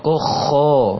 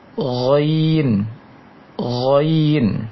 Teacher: Pengucapan Ghain, tempat keluarnya, tempat mulainya huruf ini sama dengan Kho, hanya saja bedanya cara pengucapannya. Kalau Kho, cara mengeluarkannya dialirkan angin ketika mengucapkannya, sedangkan Ghain ditahan angin tersebut di tenggorokan atas